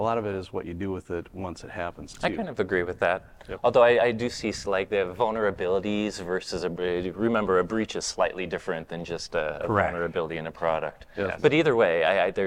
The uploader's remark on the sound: This week’s podcast comes from the WatchGuard Apogee partner conference for the Americas.